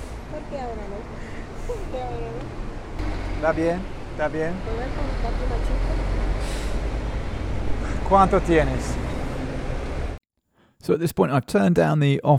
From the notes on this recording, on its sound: On his recent trip to the Dominican Republic, and shares a live recording from the red light district of Santo Domingo.